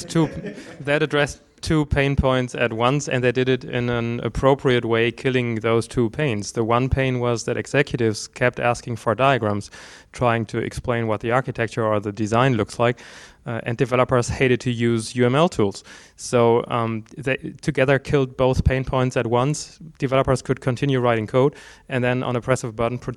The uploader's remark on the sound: It was recorded at the Model-Driven Development and Product Lines: Synergies and Experience conference in October 2006 in Leipzig. It was recorded at the Model-Driven Development and Product Lines: Synergies and Experience conference in October 2006 in Leipzig.